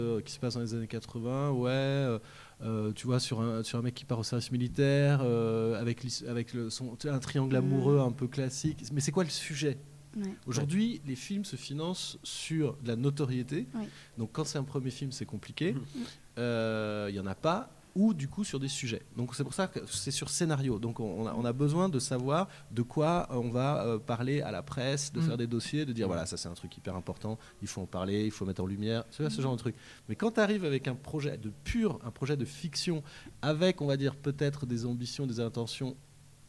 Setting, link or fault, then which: setting, busy venue